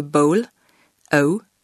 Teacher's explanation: Le son de bowl, O, est une diphtongue, soit un son composé de deux sons voyelles.